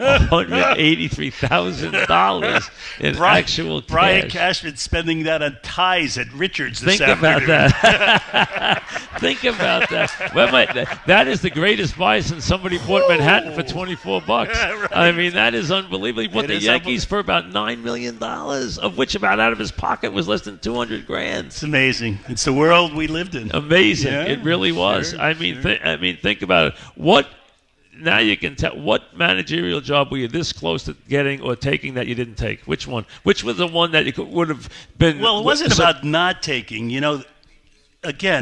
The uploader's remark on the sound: Live at the Paley Center. Live on set.